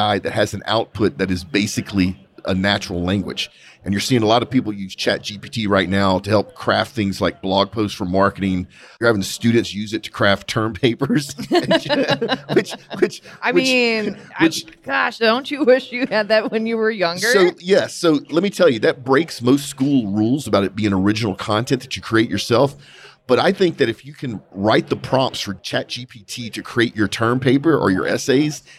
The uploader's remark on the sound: Live from the SPE Oil and Gas Symposium